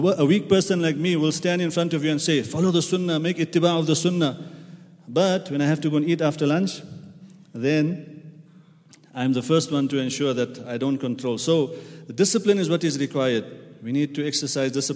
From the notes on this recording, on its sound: at the Houghton Masjid (West Street)